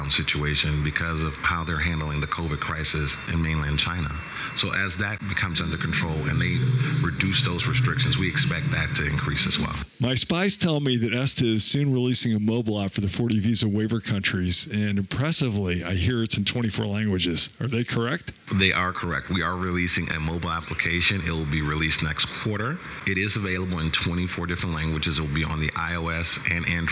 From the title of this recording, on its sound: Live From IPW